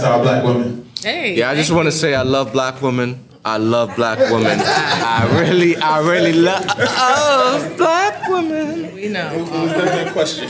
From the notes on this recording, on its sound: AMEC: Live in Hartford. The Lounge is live in Hartford, Connecticut at the AMEC! Big thanks to our awesome audience for their participation in this special episode.